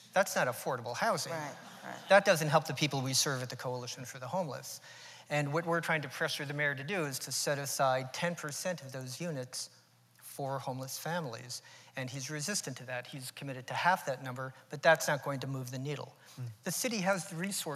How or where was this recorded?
live audience